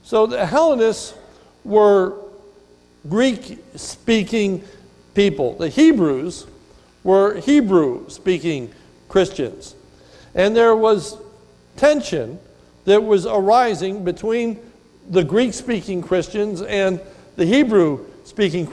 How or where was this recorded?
large echoing room